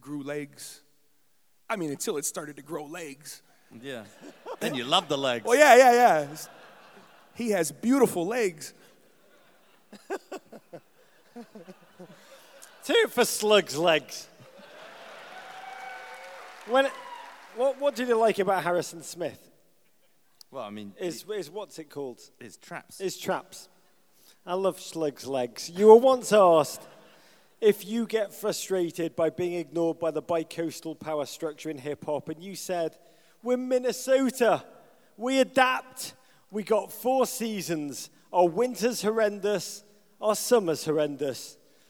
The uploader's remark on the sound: Live in Minnesota. Celebrate the opening of Minnesota United FC's new stadium, Allianz Field.